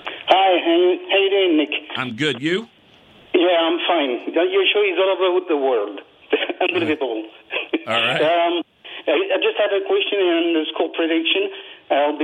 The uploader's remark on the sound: the phone lines were flooded